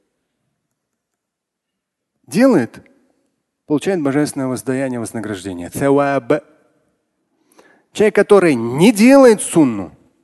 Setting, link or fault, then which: setting, live audience